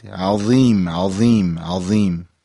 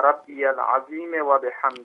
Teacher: اینو همیشه دقت داشته باشید که حتما باید حرف ضاء درشت تلفظ بشه